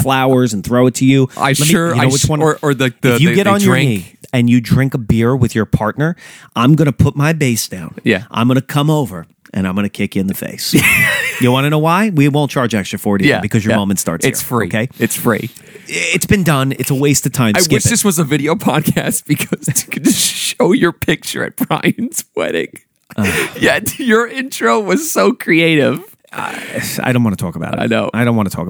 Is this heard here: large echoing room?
no